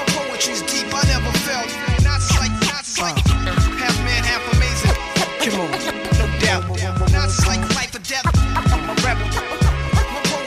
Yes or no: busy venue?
yes